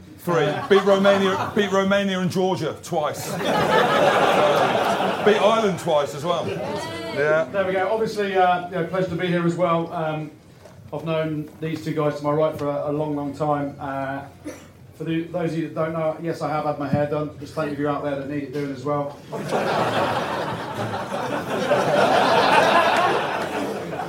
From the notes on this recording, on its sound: LIVE Bitter Rivals. In front of a live audience of 100+.